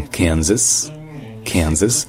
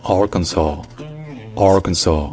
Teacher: Le premier S est prononcé comme un Z dans Kansas. Kansas. Alors qu'il est prononcé comme un S dans Arkansas.